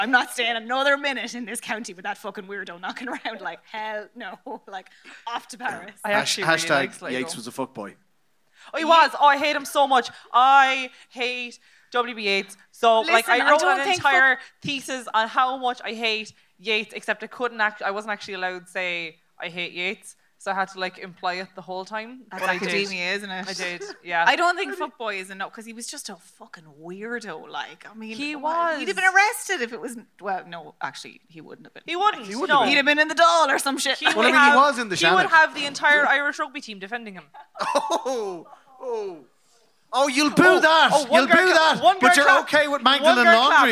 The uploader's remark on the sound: Motherfoclóir Beo was recorded in front of a live audience in the Maynooth Students' Union Venue as part of Seachtain na Gaeilge 2019.